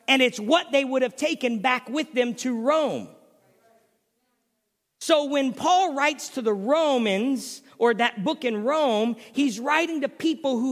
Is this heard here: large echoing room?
yes